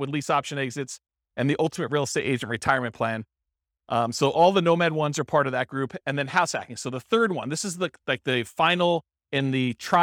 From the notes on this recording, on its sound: This was a live class recorded